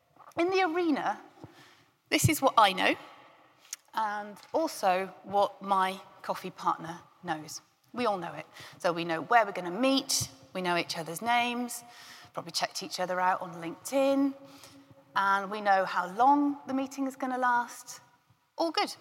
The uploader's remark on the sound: A keynote from GREENHOUSE 2021.